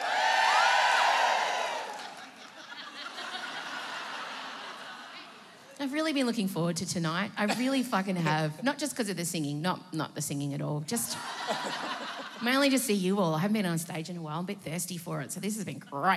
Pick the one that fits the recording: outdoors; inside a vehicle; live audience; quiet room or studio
live audience